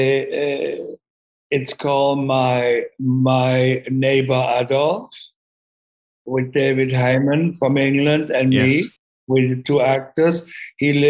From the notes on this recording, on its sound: sat down over Zoom